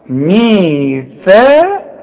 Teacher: هي ثاء مرققة لكن القاف مفخمة